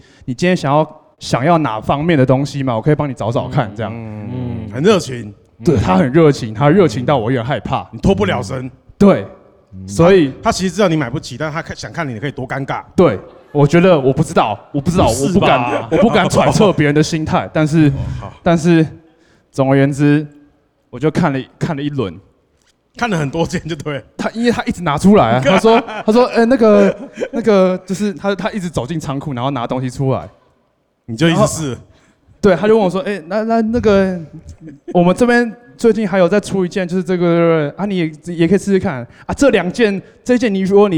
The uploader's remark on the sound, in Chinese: 首次 Live podcast。RHINO LIVE VOL.4 犀牛盾系列音樂專場。